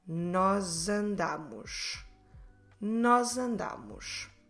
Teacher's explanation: Now, of course, because I'm doing a verb starting with a vowel and nós ends in S, so we have a S between vowels. Naturally, that S from nós will turn into a Z sound.